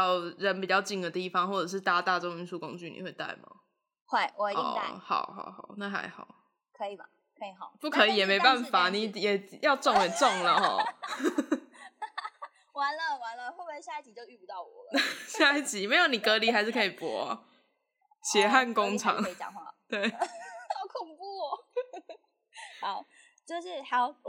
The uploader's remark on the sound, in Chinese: 直播節目會有一些現場音或不可抗力干擾。